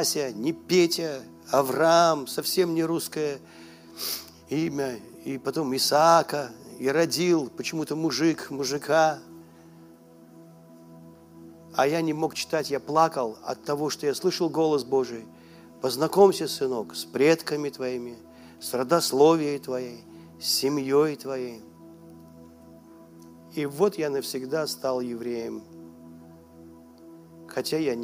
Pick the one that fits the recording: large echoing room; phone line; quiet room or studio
large echoing room